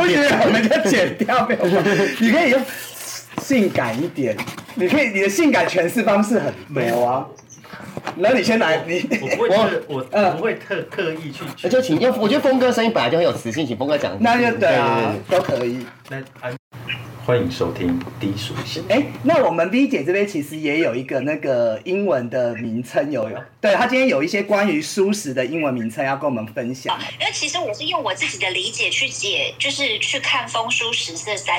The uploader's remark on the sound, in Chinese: 轉發一段低俗囍劇節目內容錄音。設備問題小雜音 大小聲請見諒。